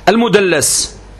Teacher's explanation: المدلس يعني بضم الميم وتشديد اللام المفتوحة طبعا، يعني بضم الميم وفتح اللام المشددة